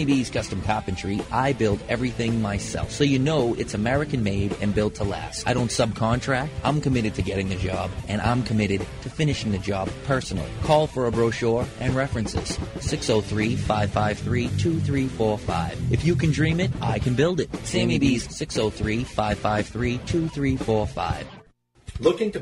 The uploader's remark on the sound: On location in New Orleans at the 2010 I.P.C.P.R (International Premium Cigar & Pipe Retailers Association) tradeshow.